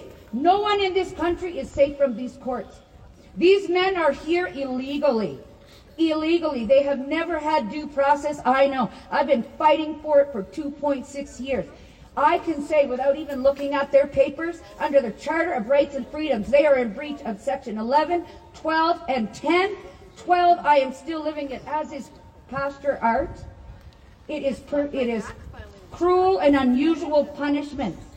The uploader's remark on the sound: Press Conference at the Alberta Legislature